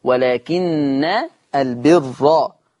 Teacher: النون مشددة، ولكن مفتوحة بفتح النون مع تشديدها، خلاص، وفتح الراء، ولكن البر، خلاص، بفتح النون مع تشديدها، خلاص، وفتح الراء.